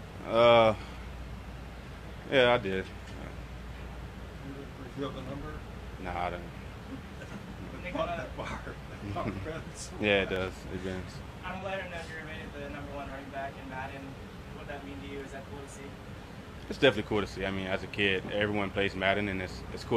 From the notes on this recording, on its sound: live from day three at the Greenbrier